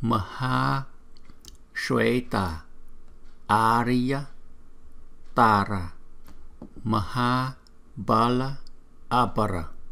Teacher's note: chữ A không có dấu gạch ngang trên đầu, chúng ta sẽ đọc ngắn hơn là chữ A có dấu gạch ngang